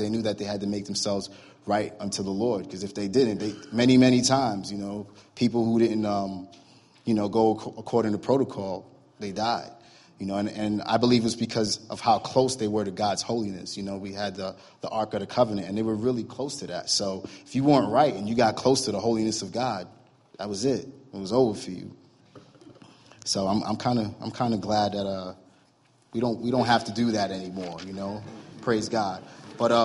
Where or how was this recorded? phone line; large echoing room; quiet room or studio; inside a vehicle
large echoing room